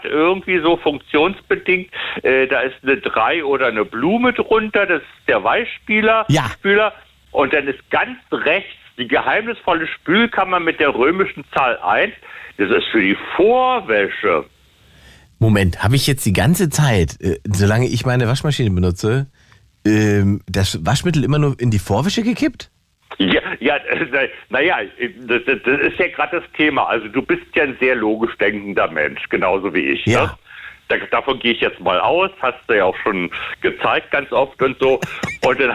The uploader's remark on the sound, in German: Ran ans Phone, denn heute lauscht das Radio den Hörer:innen, also euch.